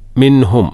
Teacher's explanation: മിൻഹും നൂൻസാക്കിന് ശേഷം ഹായാണ്. ഇൽഹാർ ഒട്ടും മണിക്കണ്ട